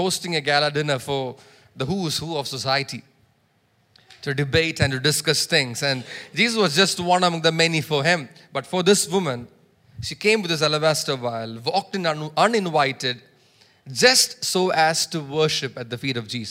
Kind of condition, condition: setting, large echoing room